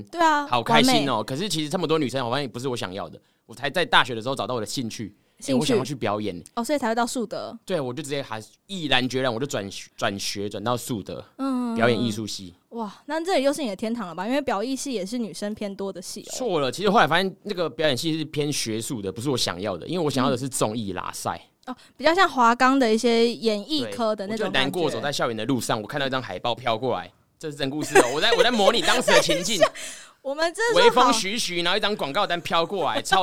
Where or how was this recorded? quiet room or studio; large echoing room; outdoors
quiet room or studio